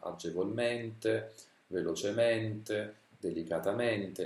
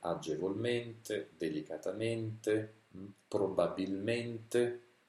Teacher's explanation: gli avverbi che terminano in mente hanno sempre la E chiusa · Shown in: second take